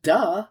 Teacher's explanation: you do the upswing at the end, the inflection at the end